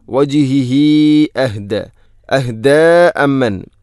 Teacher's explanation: ഹ ഉള്ളമീറിന് ശേഷം ഹംസ വന്നാൽ മദ് മുൻഫസ്സിൽ പോലെ നീട്ടണം, നാലോ അഞ്ചോ ഹർക്കത്തിന് തുല്യമായിട്ട് · Term: സിലത്തു തൊവീല